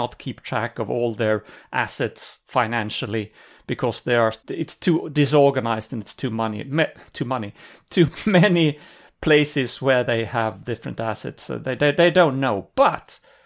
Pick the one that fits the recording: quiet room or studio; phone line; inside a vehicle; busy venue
quiet room or studio